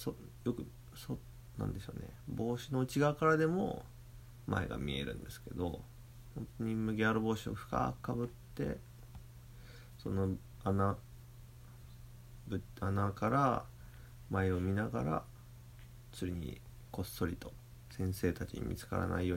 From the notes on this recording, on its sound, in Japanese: ウェブの仕事をしながらiPhoneで録音。編集なし。